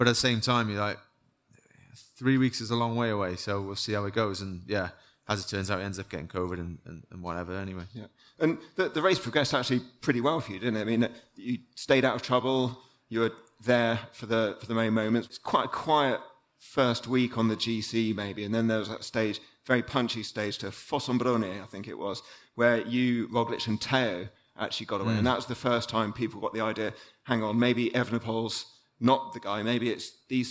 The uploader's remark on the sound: on stage at Rouleur Live 2023